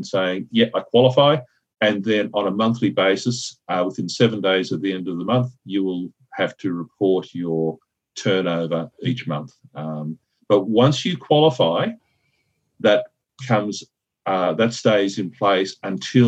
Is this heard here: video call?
yes